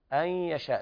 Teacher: وما تشاءون إلا أن يشاء الله، المد الواجب والمد المنفصل، وحرف الغنة هنا أن يشاء إدغام بغنة ناقص لوقوع الياء بعد النون الساكنة